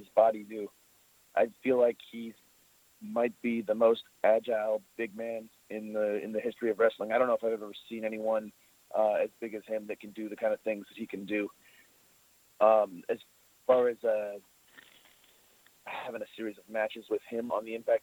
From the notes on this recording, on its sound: This is the full audio from the July 17, 2018 Impact Media Call.